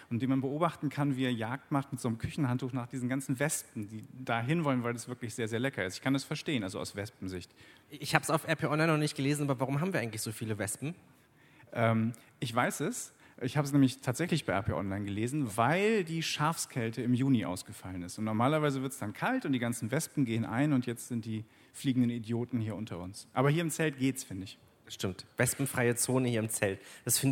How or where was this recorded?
busy venue